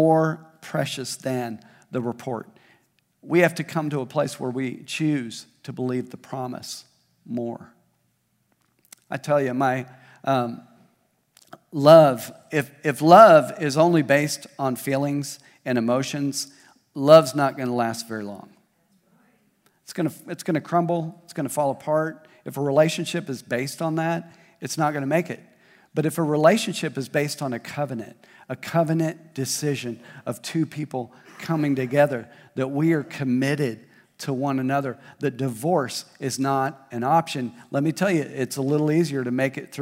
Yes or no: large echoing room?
yes